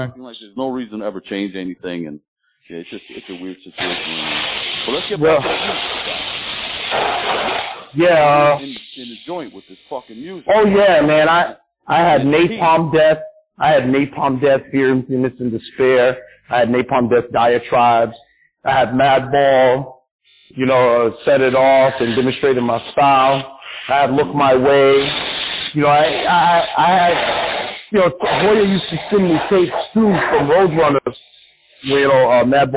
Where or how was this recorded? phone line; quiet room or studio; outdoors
phone line